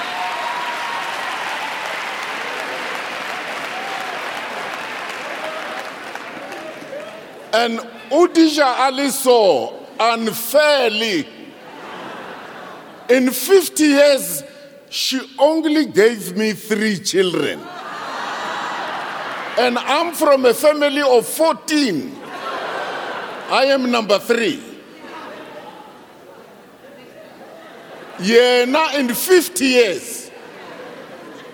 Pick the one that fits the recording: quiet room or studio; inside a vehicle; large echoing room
large echoing room